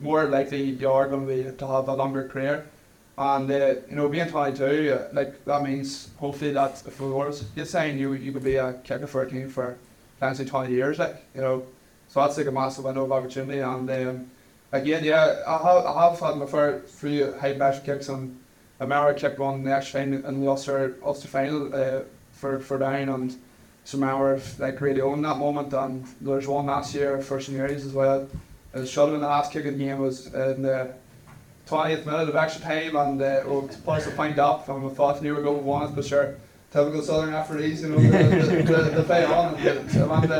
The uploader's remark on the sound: Live from the Hill Of The O'Neill in Dungannon